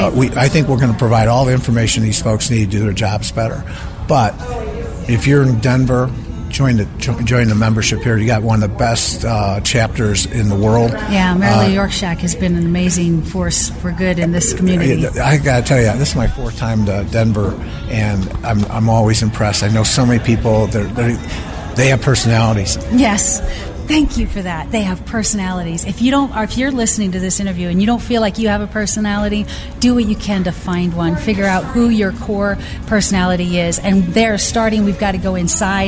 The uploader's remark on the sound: On location from the BMA Colorado regional conference B2B Rising